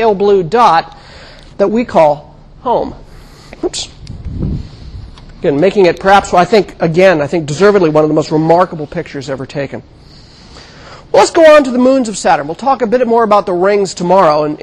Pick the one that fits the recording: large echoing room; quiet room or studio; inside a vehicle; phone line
large echoing room